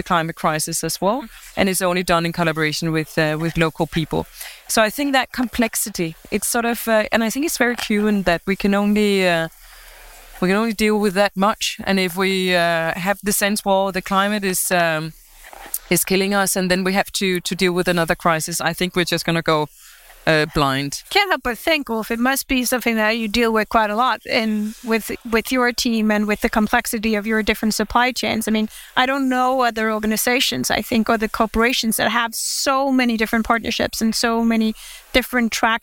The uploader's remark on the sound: The audio for this episode was recorded live during the international world congress for architects UIA23, at the FSC Lounge supported by EU Life programme.